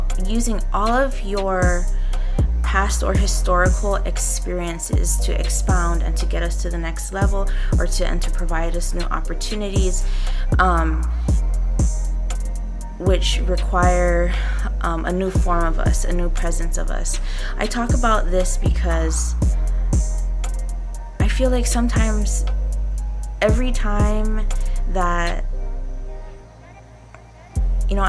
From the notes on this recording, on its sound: Also, I have to apologize for the farm-like background noise.